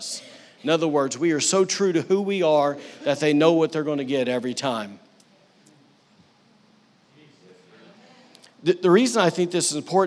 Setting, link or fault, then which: setting, large echoing room